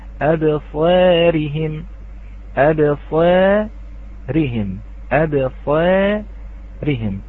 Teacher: الفتحة نقربها إلى الكسرة ولكن ليس بكثير، فسوف يقل درجة أو تقل درجة الصاد من حيث التفخيم، فسوف تكون النصارى. · Term: التقليل